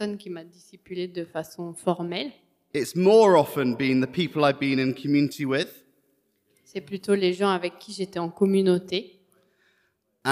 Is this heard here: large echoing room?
yes